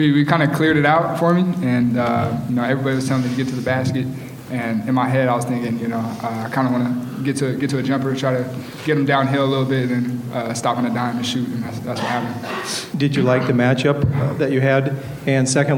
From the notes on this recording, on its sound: Saint Mary's postgame press conference.